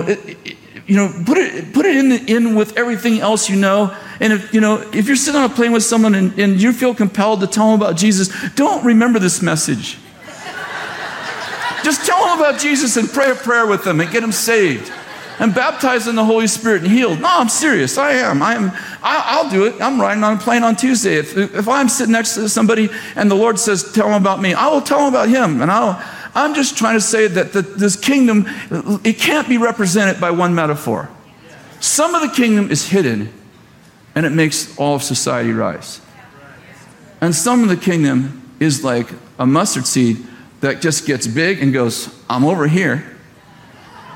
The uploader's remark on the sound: at Bethel Church in Redding, CA